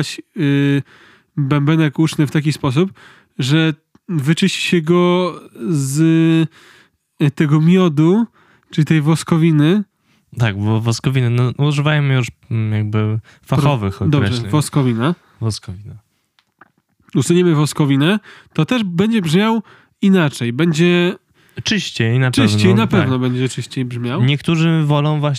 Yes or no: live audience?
no